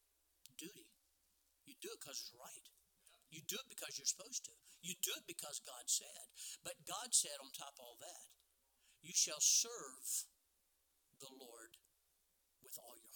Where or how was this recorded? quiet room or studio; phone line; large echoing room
large echoing room